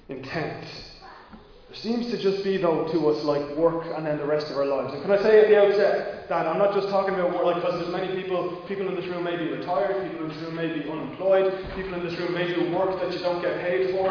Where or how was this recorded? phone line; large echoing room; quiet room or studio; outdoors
large echoing room